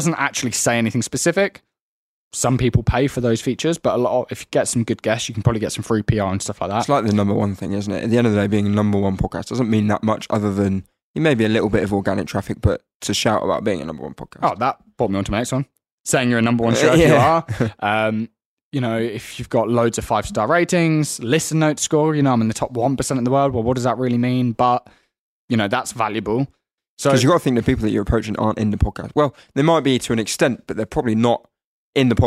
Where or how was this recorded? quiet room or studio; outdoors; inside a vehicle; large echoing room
quiet room or studio